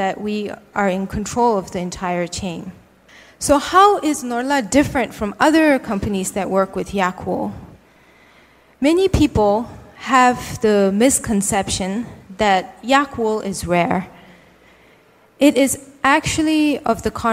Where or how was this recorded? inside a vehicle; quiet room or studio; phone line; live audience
live audience